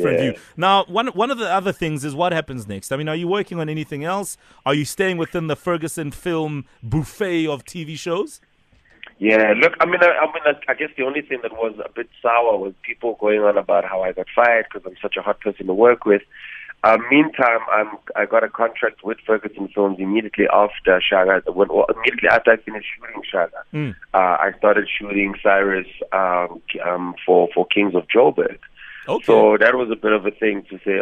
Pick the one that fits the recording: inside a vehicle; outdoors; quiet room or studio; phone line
phone line